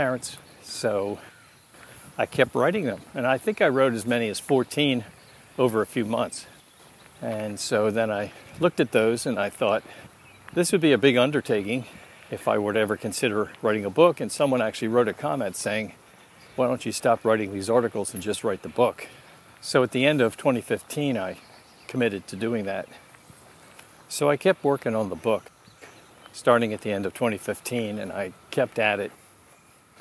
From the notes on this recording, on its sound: I felt like taking a walk and recording my thoughts around the time of the sixteenth anniversary of my daughter's death by dating violence.